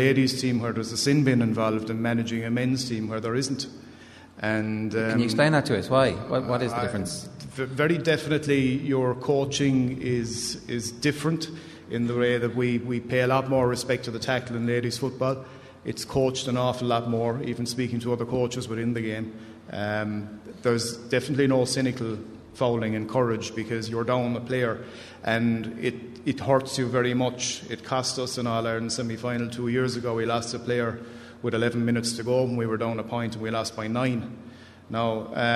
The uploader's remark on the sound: The Panel at the GAA Games Development Conference